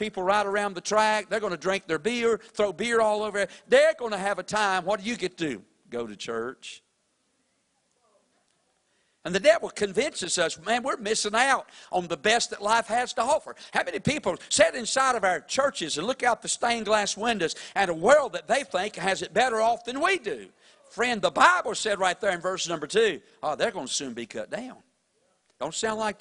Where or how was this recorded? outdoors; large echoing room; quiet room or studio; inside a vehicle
large echoing room